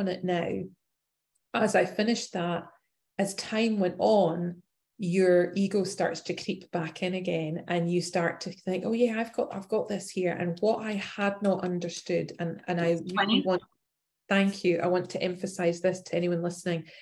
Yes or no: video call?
yes